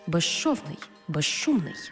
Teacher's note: У словах безшовний і безшумний, свистячий з плюс шиплячий ш всередині слова разом вимовляємо як жи-ши